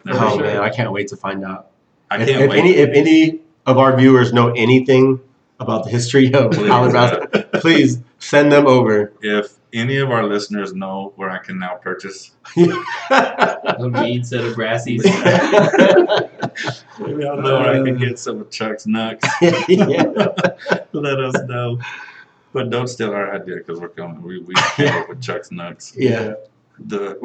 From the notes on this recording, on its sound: Sorry it sounds like we're in a tunnel.